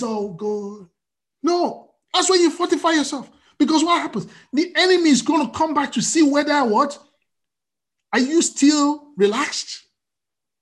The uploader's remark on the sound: We are on Zoom now.